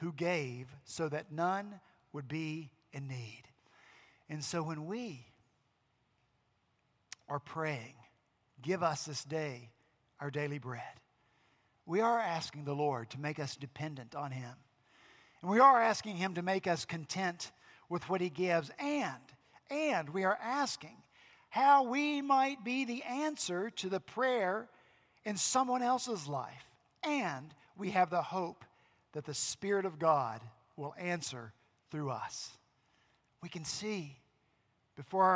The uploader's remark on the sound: Last Sunday, April 28 at Redeemer Presbyterian Church in Charleston, SC